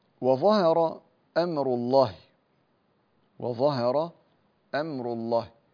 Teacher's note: الظاء حرف مفخم ومستعل مطبق